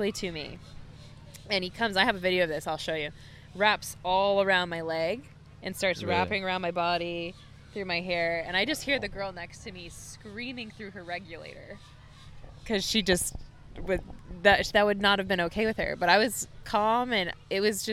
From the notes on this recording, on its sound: Recorded on the beach in Surfside, Florida on Earth Day.